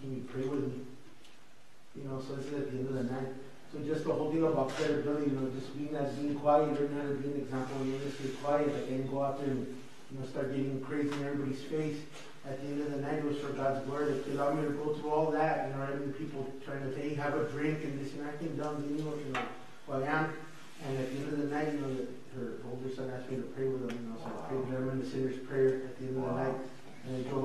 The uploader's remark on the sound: El Paso Christian Church Live Stream